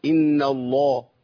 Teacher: اللام عندي لام مفخمة، إن الله الهاء مرققة